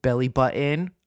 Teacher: you gotta love people who don't bother disguising the tri-state area glottal stop